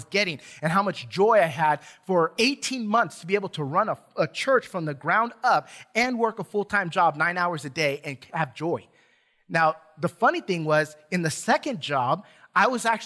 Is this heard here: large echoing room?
yes